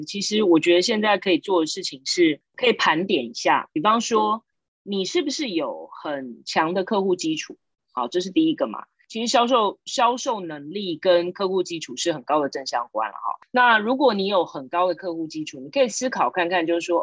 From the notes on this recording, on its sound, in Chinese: 這集採遠端錄音，收音情況不如錄音室請見諒～